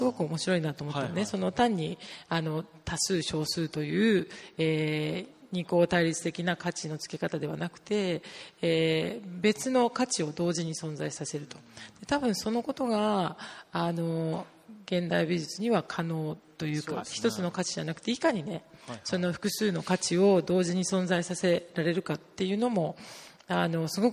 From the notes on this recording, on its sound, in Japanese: 森美術館でのアージェント・トーク、後半のQ&amp;Aを公開します。森美術館主催によるアージェント・トークにて。